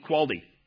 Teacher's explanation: I listened to a message just yesterday where the preacher kept using the word quality, but he pronounced it in two syllables, quality, quality. And instead of the T, he made it sound like a D, quality. And it just became very distracting for me.